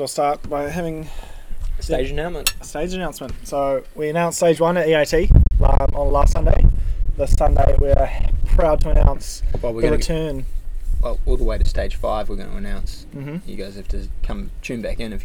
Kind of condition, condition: setting, outdoors